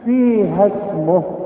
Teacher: لأن الألف ساكنة والسين ساكنة، وما دام ساكن جنب ساكن بتخلص من الساكن الأولاني، فبلغيه من النطق